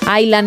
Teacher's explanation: En Island no pronuncian la S.